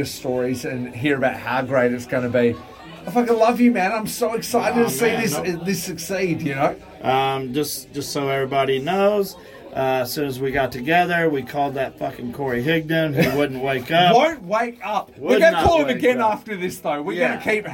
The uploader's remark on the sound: Live From Tokyo. At the DDT bar in Shinjuku to finally meet in person.